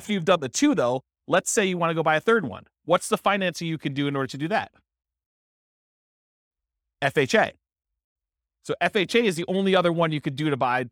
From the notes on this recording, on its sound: This was a live class recorded